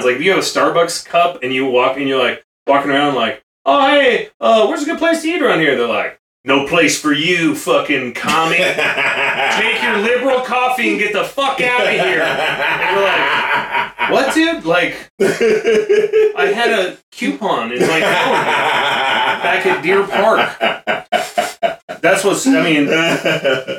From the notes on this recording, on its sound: had some technical difficulties, so this week’s episode may sound slightly different